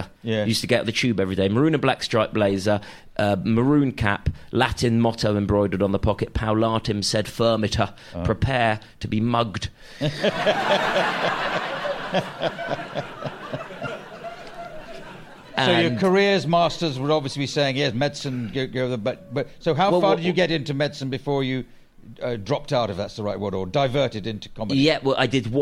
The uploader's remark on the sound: LIVE! Joined on stage by the comedian. This episode was recorded live at the Edinburgh Fringe, August 2023.